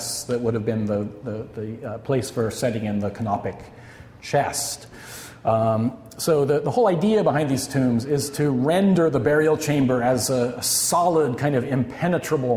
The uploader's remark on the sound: This audio recording was originally presented as an illustrated lecture.